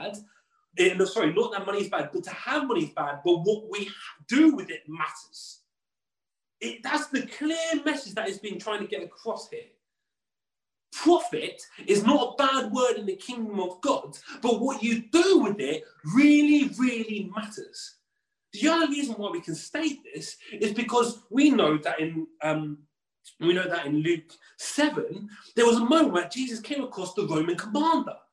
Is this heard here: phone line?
no